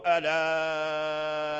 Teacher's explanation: فيجوز في الألف الذي بعد اللام ثلاث أوجه لورش كما ذكرنا التوسط وهو الذي نقرأ به وهو المشهور والإشباع والقصر فنقول الآخرة هذا توسط الإشباع الآخرة القصر الآخرة لكن لو لم